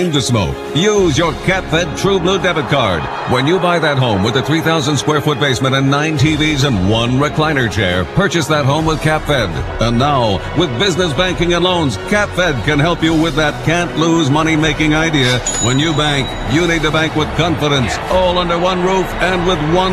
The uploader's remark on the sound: LIVE from Hy-Vee